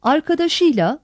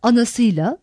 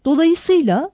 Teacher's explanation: baştaki i ünlüsü düşer ve araya y ünsüzü girer. Ek, büyük ünlü uyumuna uyar.